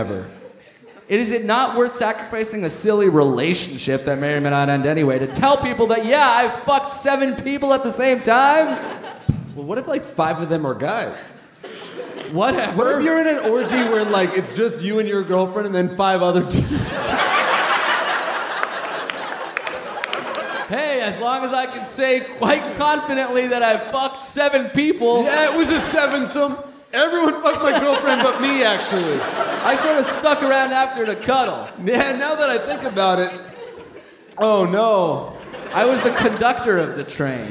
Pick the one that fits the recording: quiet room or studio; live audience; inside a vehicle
live audience